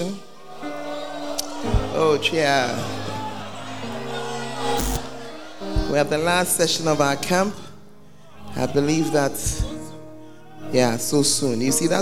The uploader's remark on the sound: Preached at the Make Yourselves Saviours Of Men Camp 13th to 15th of February 2019 in Mampong, Ghana